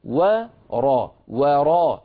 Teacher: فهنا عندنا وراء وراء، فالواو مرققة والراء مفخمة، فنبذوه وراء وراء، ولا نقول وراء وراء، فنفخم الواو من أجل الراء بعدها.